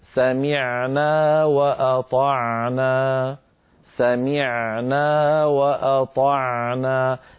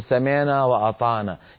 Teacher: فلا بد أن يرجع لسان المزمار قليلا إلى الوراء ليتضيق الحلق عند نطق العين العربية الفصيحة · Shown in: first take